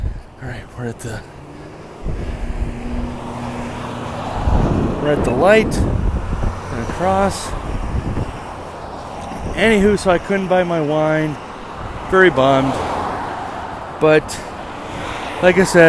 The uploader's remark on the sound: you come with my on a walk to getting my haircut